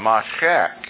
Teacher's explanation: And the minute you see the word Mashiach, this is an M, an S, H, and a rough guttural H sound, Mashiach. The minute you see that word, you begin to note something.